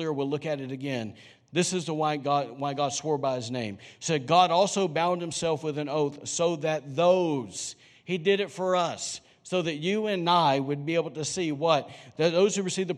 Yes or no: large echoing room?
yes